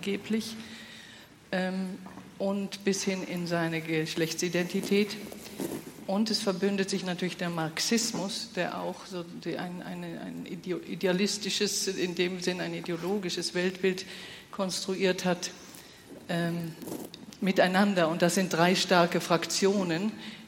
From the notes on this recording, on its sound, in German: Podiumsdiskussion beim Kongress Freude am Glauben 2014.